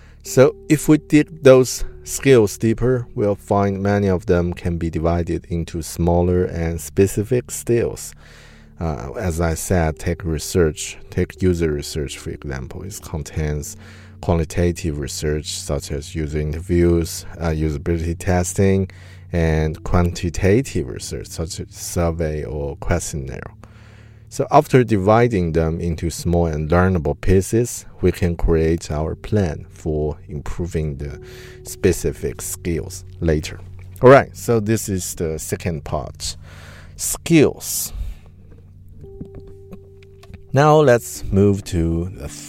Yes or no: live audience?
no